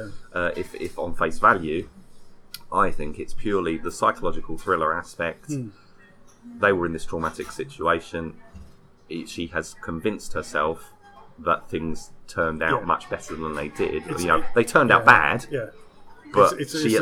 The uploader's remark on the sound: Please excuse the background noise on this week's episode. Recorded it in the bar of our hotel, while attending this year's Fighting Spirit Film Festival.